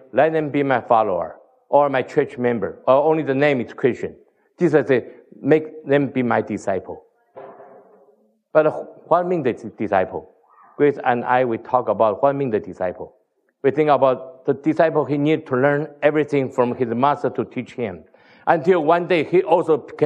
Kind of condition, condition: setting, live audience